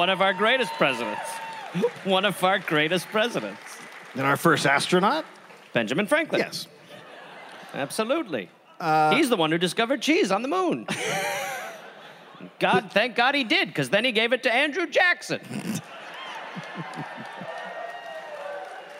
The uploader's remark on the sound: Recorded live at the Lincoln Theater in Washington DC.